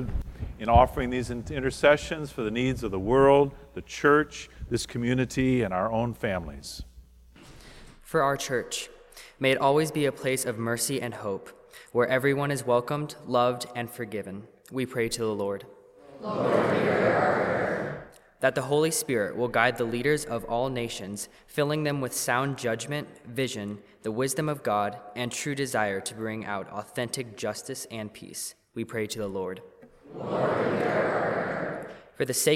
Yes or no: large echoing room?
yes